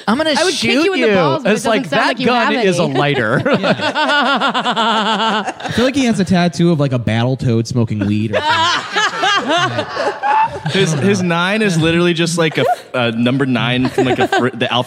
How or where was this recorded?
live audience